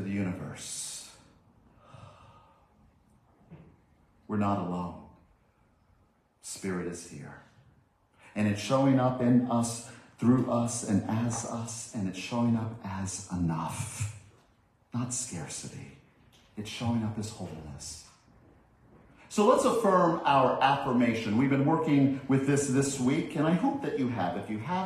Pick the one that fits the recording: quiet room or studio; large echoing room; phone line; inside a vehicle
large echoing room